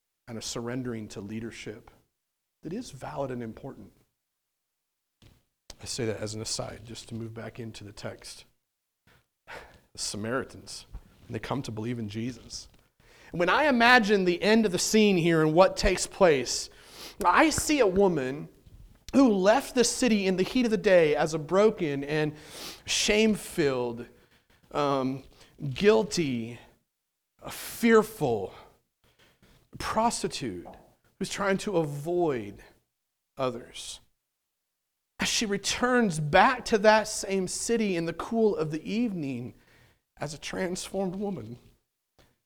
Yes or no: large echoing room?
yes